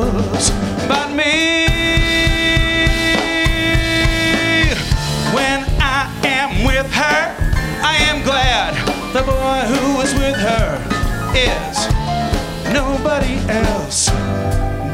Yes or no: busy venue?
yes